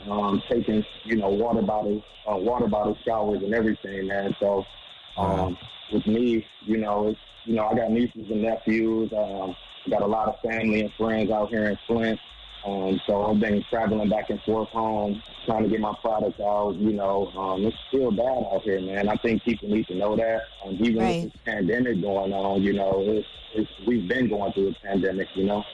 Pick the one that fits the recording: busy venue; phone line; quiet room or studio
phone line